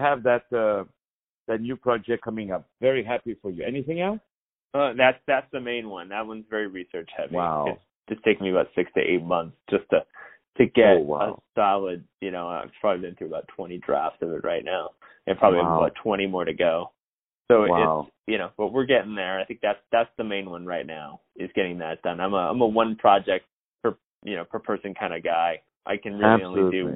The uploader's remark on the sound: On the phone